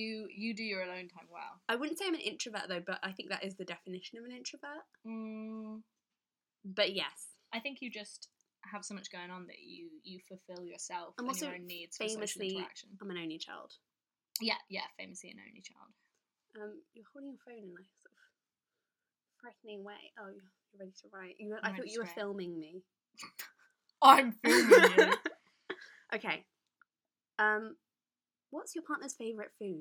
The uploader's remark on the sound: Sorry for the audio quality!